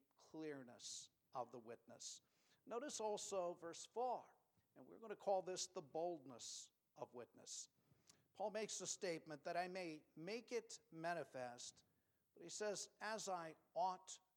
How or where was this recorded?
large echoing room